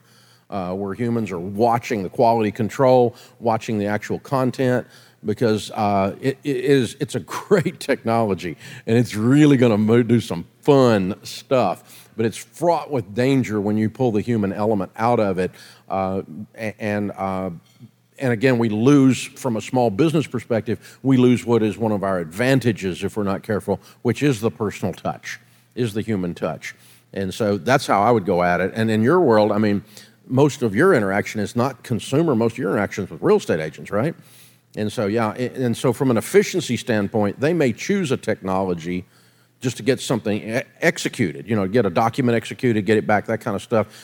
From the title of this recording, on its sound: Takes Live Questions From EntreLeadership Summit